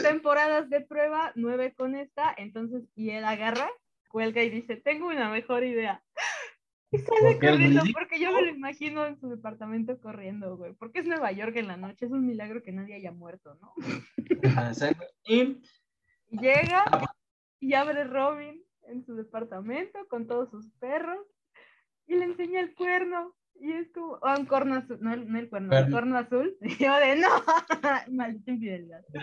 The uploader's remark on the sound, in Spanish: uno de los episodios con peor calidad de audio